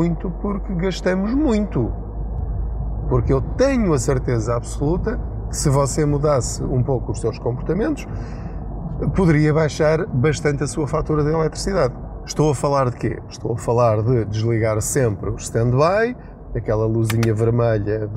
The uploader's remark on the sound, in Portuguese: Não ligue aos barulhos da viagem.